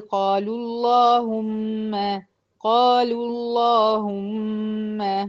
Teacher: طيب تعالي على قالوا اللهم، اهي الساكن الاول هو هنا هو الواو المادية بتاعت قالوا، والساكن التاني هي اللام المشددة بتاعت اللهم، اللام التانية، انتبهي عشان اللام الأولى دي لأ شمسية. يبقى أنا بدخل من اللام المضمومة بتاعت قالوا على اللام المشددة بتاعت اللهم